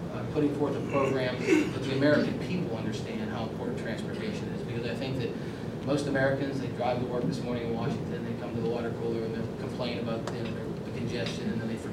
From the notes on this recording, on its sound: WASHINGTON, D.C. A speech to a breakfast meeting of The Ripon Society.